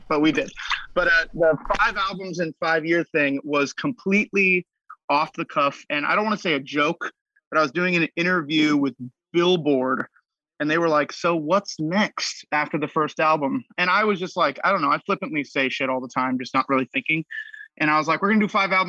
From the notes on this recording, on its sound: Zooming in all the way from poolside in Palm Springs